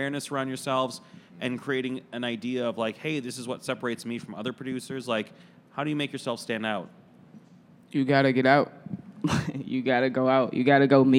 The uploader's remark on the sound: In a live panel recorded at Chicago Athletic Association Hotel, a collection of the city's leading production talents come together to share insights into their craft.